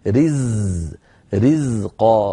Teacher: الزاي يا أختنا الكريمة حرف مجهور وليس مهموس، إن همسنا الزاي صارت أقرب إلى السين